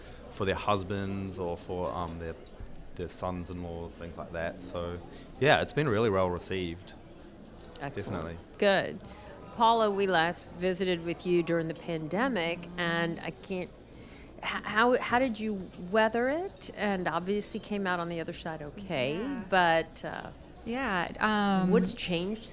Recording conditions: busy venue